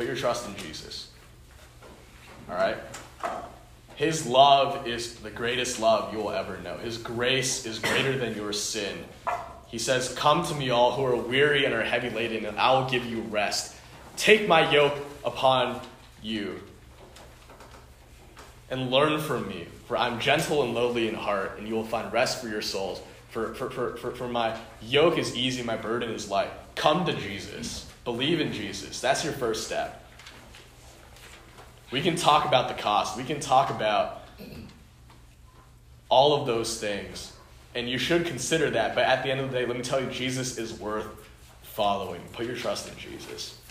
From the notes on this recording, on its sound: Delivered to the Unison Youth Fellowship at the Home of Christ in Menlo Park.